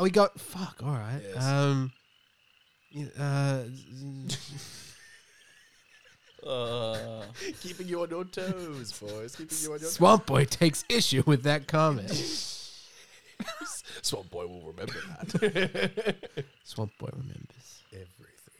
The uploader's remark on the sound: This episode is recorded on location in the swamp